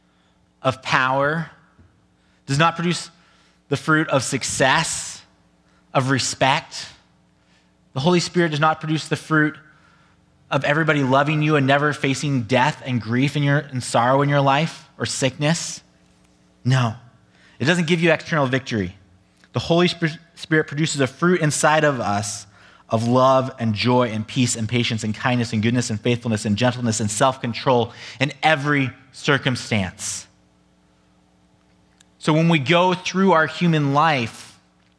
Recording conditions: large echoing room